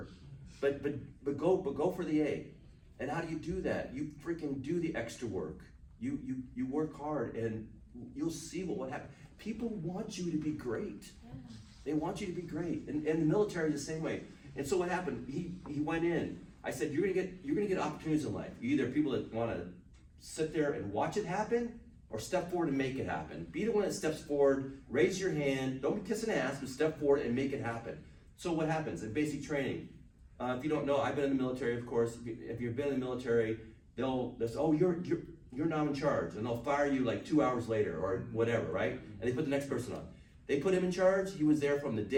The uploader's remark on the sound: panel recorded at Days of the Dead Chicago on November 21, 2021